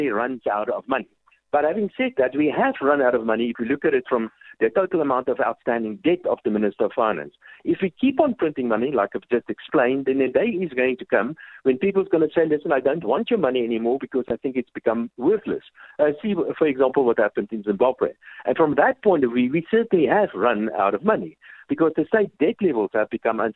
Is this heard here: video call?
no